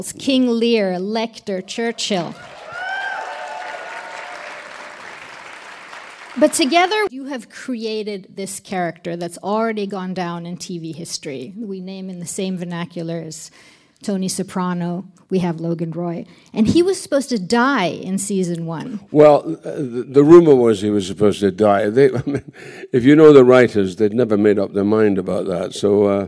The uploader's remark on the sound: Recorded live on stage. Recorded at the premiere event in Stockholm, Sweden.